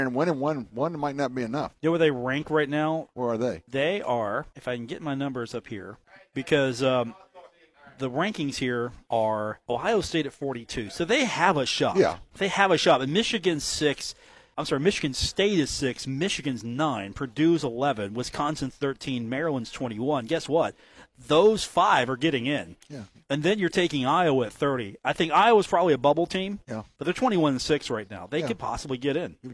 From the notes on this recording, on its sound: from The Union Pub and Grill in Huntington